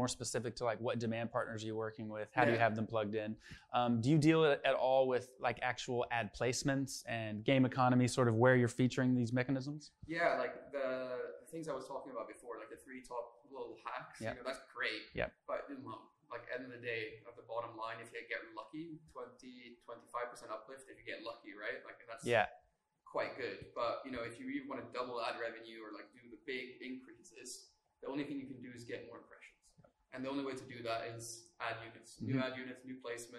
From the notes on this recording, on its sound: Interview recorded at Pocket Gamer Connects London 2023.